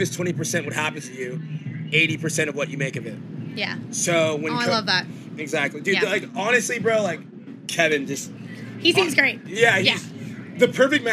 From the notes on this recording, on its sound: Live from Forbidden Kingdom.